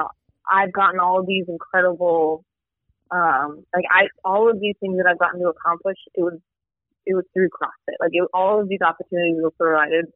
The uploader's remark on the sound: joins us via phone